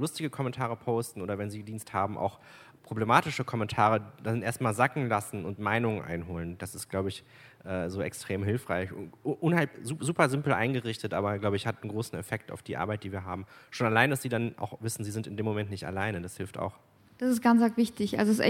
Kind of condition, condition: setting, busy venue